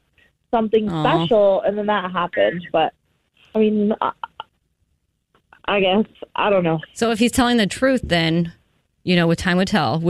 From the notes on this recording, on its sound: We get that other person on the phone